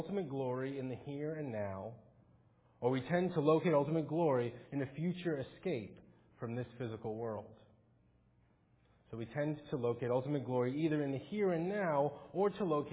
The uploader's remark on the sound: Faith Presbyterian Church – Morning Service